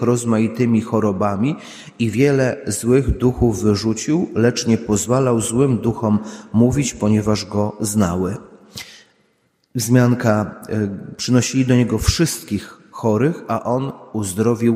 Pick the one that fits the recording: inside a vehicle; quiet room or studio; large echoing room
large echoing room